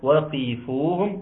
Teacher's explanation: وقفوهم، القاف مكسوره ولكنها مفخمه ايضا